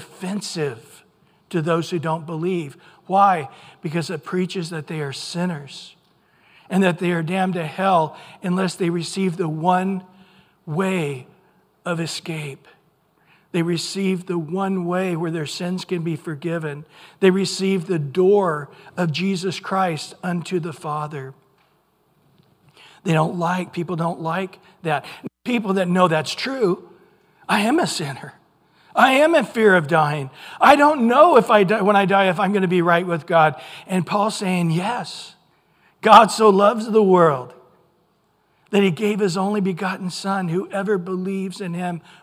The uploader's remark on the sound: Recorded at Calvary Chapel of Los Alamitos